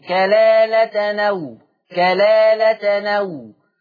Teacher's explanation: عندنا في الآية 12 كلالة أو، نقلنا فتحة الهمزة إلى التنوين · Term: النقل